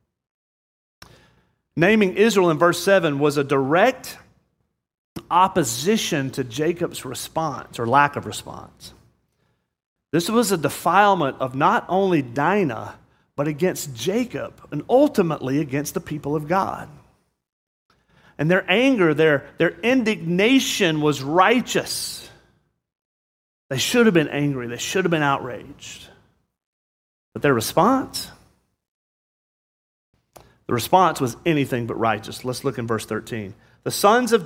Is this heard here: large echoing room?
yes